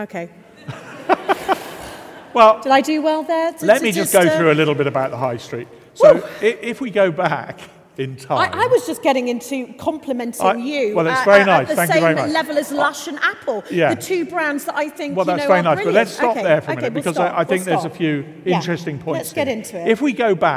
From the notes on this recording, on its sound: This episode was recorded in front of a live audience of 300 in the beautiful surroundings of Manchester Cathedral.